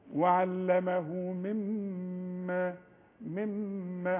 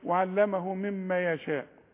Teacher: الميم الثانية اثنين ميم ولازم تغني، تقول وعلمه مما حتى لو وقفنا، وعلمه مما يشاء.